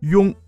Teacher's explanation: 由于受后面的圆唇元音影响，开始的前高元音一也带上了圆唇色彩